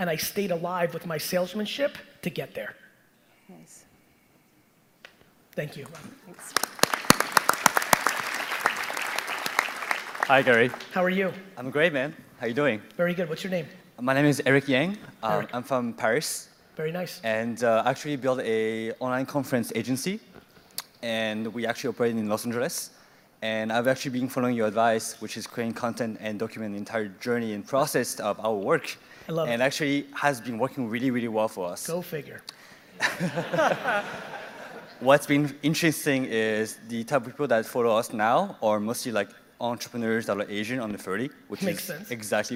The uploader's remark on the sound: Digital Agency Expo Keynote